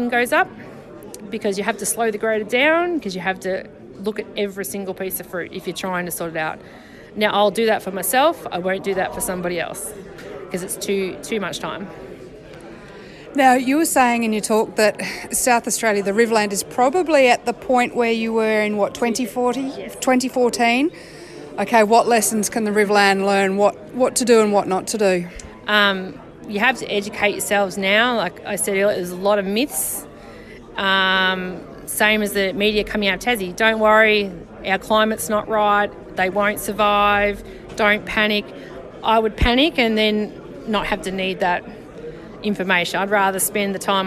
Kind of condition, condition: setting, busy venue